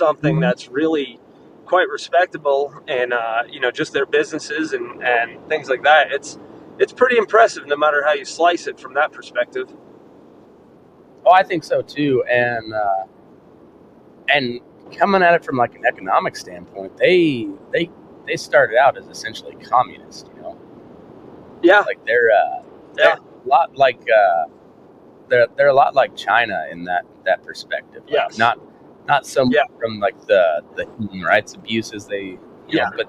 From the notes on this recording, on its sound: Driving back from a rodeo, so the audio is a little wonky.